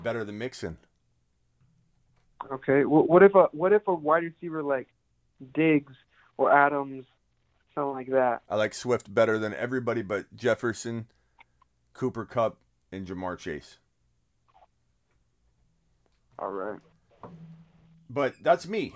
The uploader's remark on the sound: He also takes phone calls and voicemails all show long.